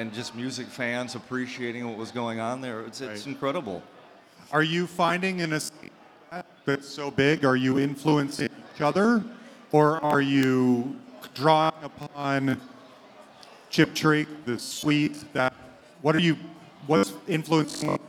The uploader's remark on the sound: The Songwriting and Collaboration Panel from the Nashville Rock n Pod Expo 2. The introductions weren't recorded.